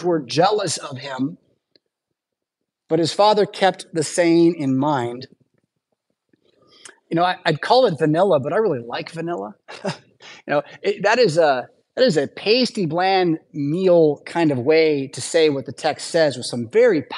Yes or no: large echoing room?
yes